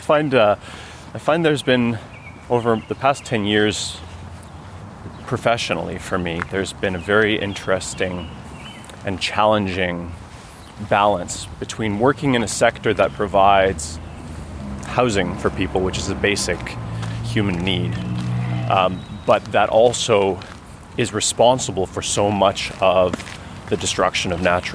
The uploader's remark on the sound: This conversation was recorded on May 2, 2021, on a long walk. Home in Ottawa along bike paths and into the Ottawa Arboretum.